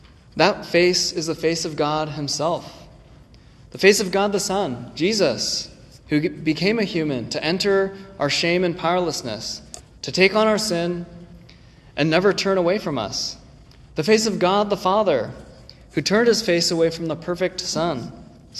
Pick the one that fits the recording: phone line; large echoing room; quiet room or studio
large echoing room